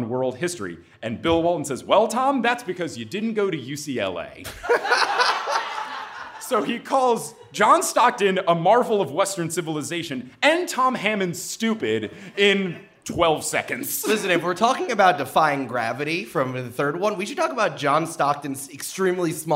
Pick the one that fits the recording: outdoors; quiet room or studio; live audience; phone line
live audience